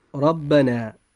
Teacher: وحالة التفخيم هذه هي الحالة الأولى من نطق حرف الراء، وهي إذا كانت الراء مفتوحة فيجب أن تفخم هذه الراء · Term: التفخيم في حرف الراء